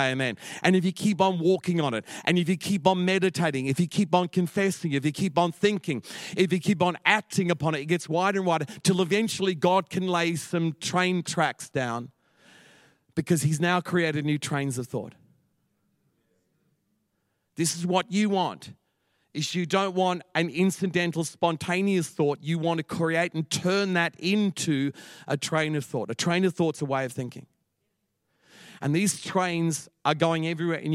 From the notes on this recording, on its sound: Echo Church Melbourne